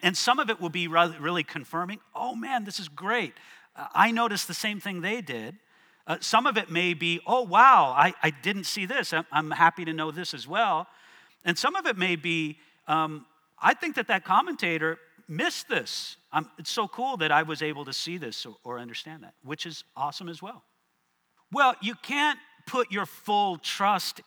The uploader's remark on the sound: One of our breakouts from the 2023 South Florida Young Adults Conference